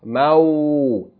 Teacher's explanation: Mim Fatha Waw with Sukoon, which is not elongation, but it's two different vowel sounds. A combination of two different vowel sounds. · Term: diphthong